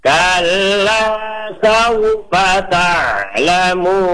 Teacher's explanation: ain itu mempunyai sifat tawasud, pertengahan, dan mengalir di atas, bukan tak tapi ta, gitu ya.